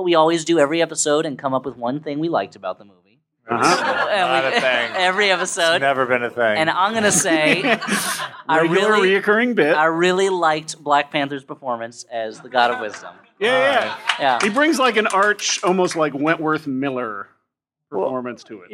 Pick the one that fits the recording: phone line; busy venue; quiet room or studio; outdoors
busy venue